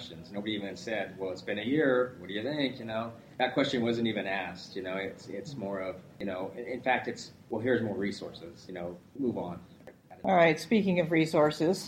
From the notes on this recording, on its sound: This episode was recorded live on site at the Mob Programming conference 2018 in Boston, MA